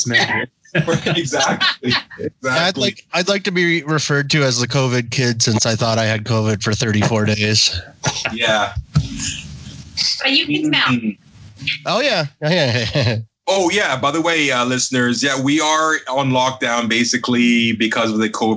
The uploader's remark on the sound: My friends and I set up a Skype call to blind taste test four bourbons! The audio quality is not the best.